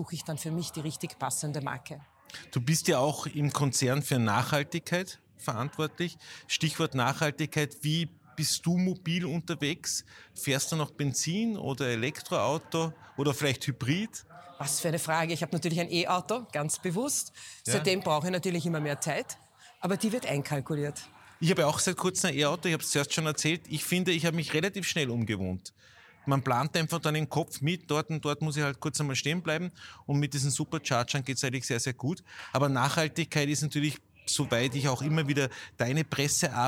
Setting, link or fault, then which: setting, busy venue